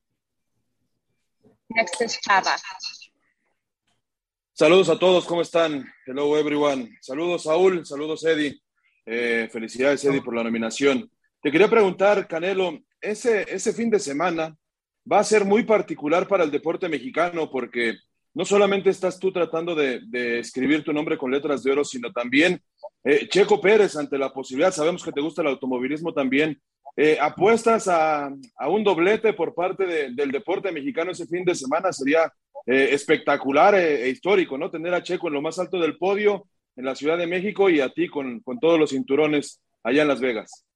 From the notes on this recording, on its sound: Will hold a Zoom conference call.